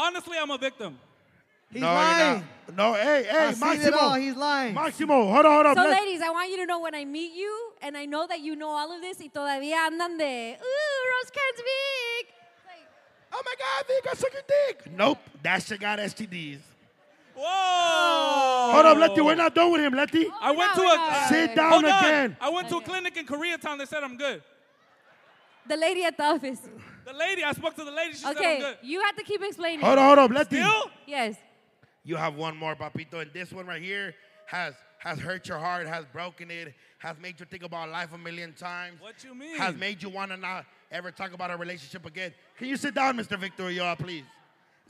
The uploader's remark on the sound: Live At The Wiltern.